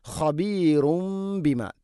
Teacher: തെൻവീന് ശേഷം ബാ, ഇഖ്ലാബ്, തെൻവീനിനെ മീമാക്കി മാറ്റി മണിച്ചുകൊണ്ട് ഉച്ചരിക്കണം